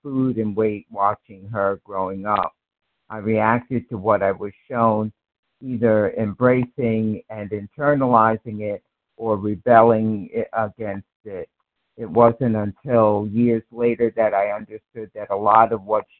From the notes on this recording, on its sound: 100 Pounders Phone Meeting